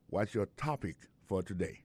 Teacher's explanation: Alo mot topic la ki signifi sujet, sa ve di aksan tonne kla tombe sou promi silab da